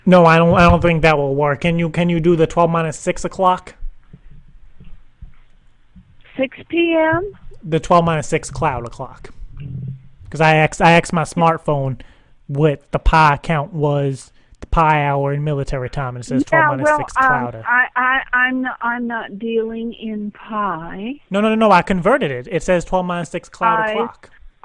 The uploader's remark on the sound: Home Depot 11:72 Prank Call.